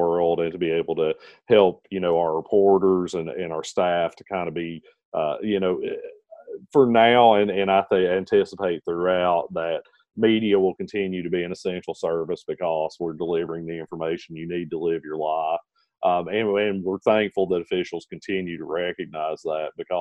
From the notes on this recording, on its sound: meet via Zoom